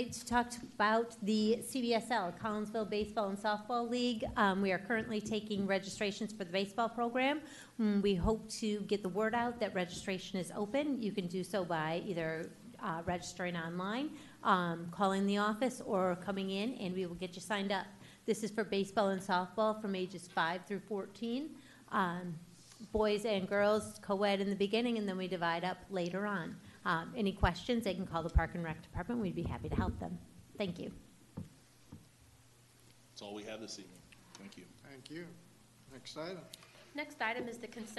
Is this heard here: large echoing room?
yes